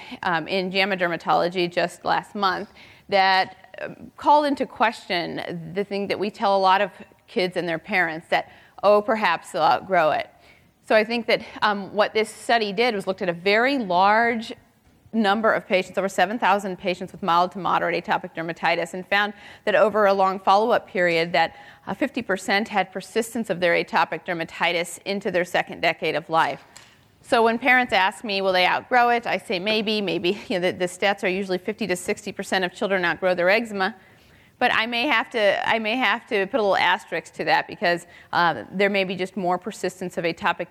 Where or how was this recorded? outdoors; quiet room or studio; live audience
live audience